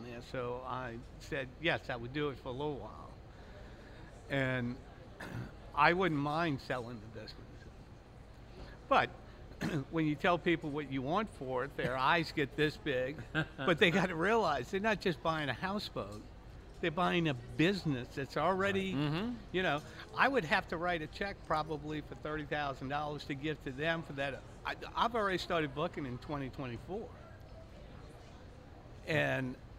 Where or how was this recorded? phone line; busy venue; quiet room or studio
busy venue